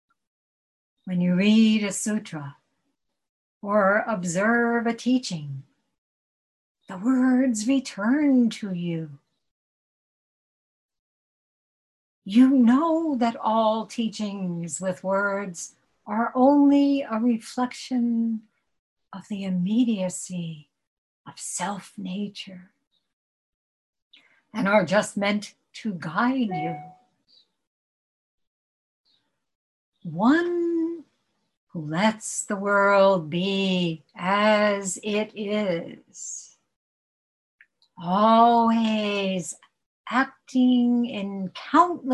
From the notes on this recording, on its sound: At Zen Center of Syracuse Hoen-ji via Zoom.